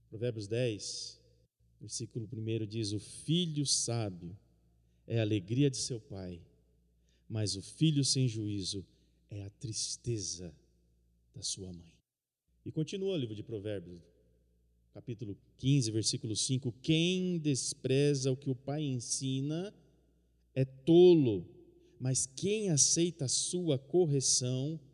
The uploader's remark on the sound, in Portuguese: no culto de quinta-feira, transmitido ao vivo